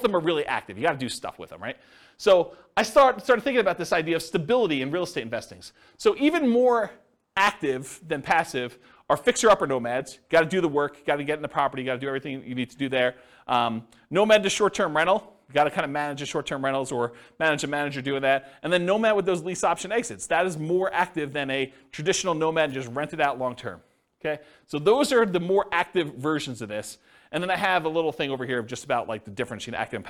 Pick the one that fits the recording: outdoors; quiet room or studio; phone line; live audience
live audience